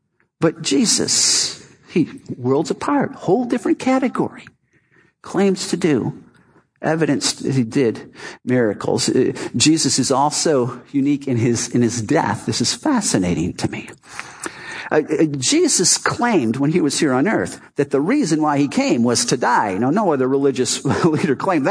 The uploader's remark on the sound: Our Easter service "Not Another Dead God".